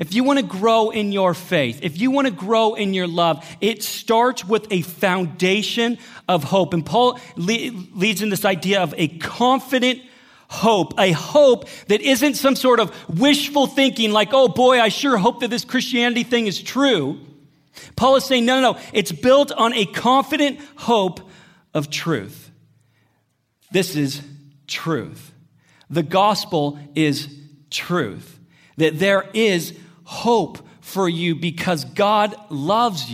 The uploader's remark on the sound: Sermon audio from Northview Young Adults.